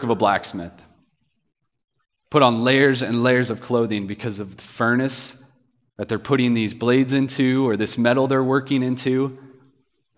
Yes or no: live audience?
yes